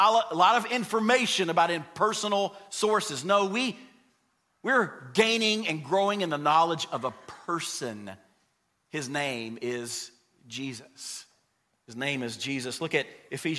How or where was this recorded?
large echoing room